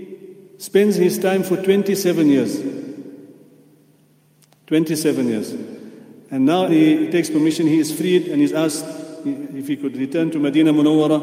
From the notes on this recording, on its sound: at the houghton Houghton masjid